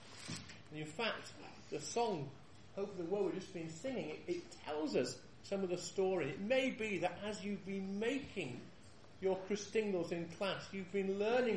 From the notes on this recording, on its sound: This years christingle service held in the hall